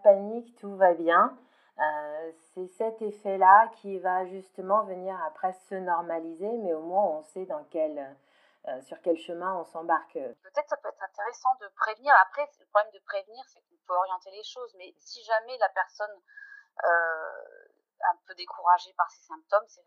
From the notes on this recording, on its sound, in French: Les conditions d'enregistrement n'étaient optimales, je fais une nouvelle fois appel à votre indulgence sur la qualité audio de cet épisode !